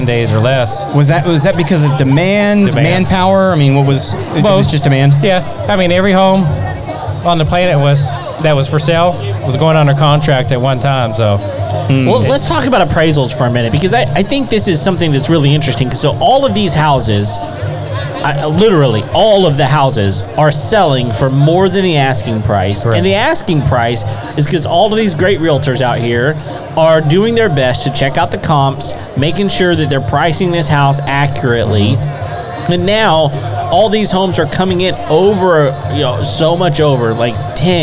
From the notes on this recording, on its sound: LIVE at Sawyer Park. At a live event in Spring TX.